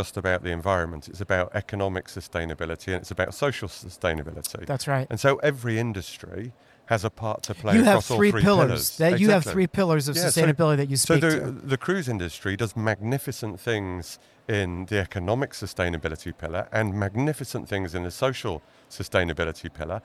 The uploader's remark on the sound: Sustainability at Sea: LIVE from the Cruise Ship Interiors Expo. Had the unique opportunity to podcast LIVE from the event!